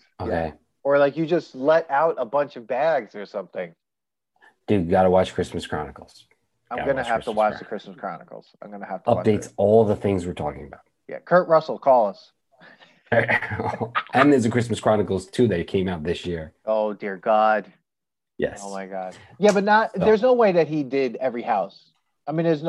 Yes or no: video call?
yes